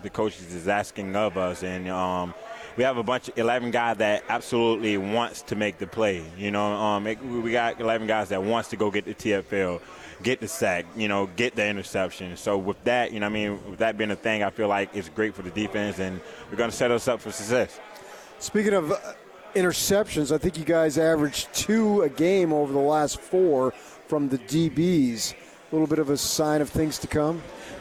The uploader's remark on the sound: LIVE from Pac-12 Media Day in Los Angeles, CA